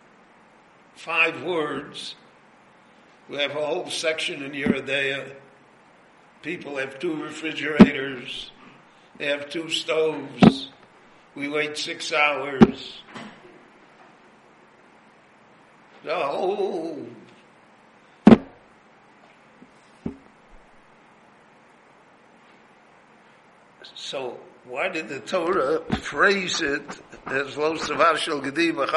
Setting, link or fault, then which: setting, live audience